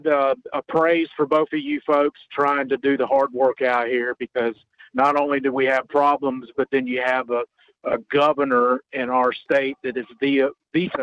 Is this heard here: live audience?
no